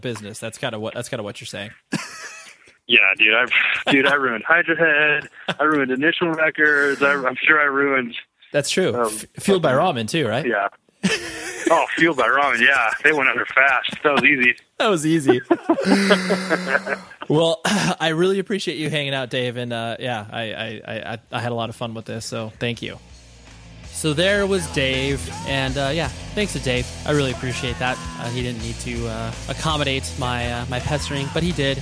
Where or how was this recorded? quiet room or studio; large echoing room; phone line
phone line